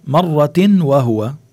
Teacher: عنا تنوين وبعده الواو، عنا كمان إدغام بغنة